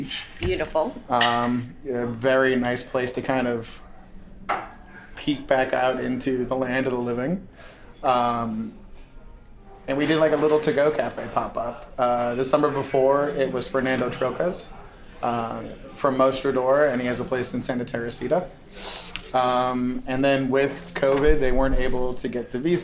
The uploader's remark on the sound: goes on location at Il Buco Alimentari e Vineria in Noho, NYC